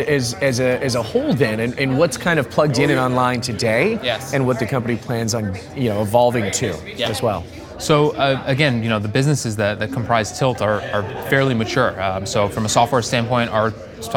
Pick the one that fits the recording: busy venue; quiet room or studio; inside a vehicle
busy venue